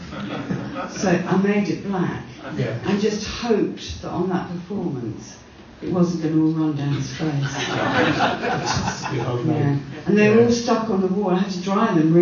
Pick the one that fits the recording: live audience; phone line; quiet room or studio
live audience